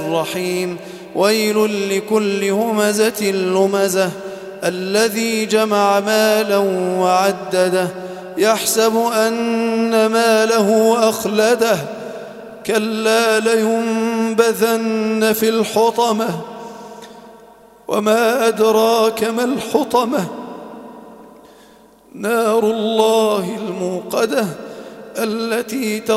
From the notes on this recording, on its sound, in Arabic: تم تسجيل التلاوة من صلاة التهجد بمسجد الفاروق عمر بمدينة العبور